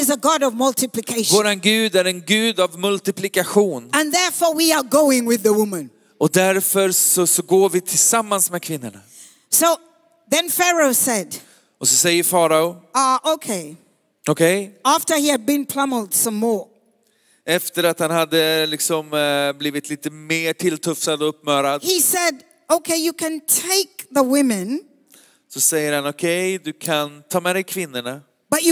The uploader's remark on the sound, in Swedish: Söndagsgudstjänst ｜ IBC Conference ｜ Citykyrkan Stockholm